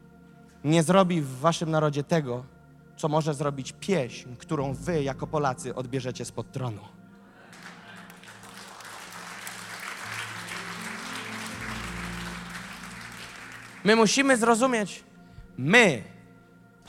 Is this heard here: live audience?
yes